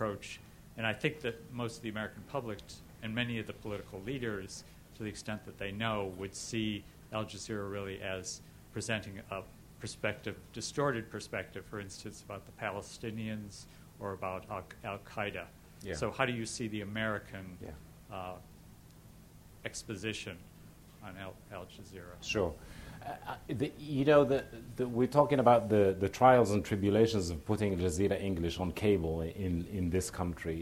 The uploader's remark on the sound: At the Shorenstein Center's 25th anniversary celebration.